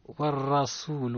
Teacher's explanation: والرسول را مفخمة لأنها مفتوحة لأنها متحركة بالفتح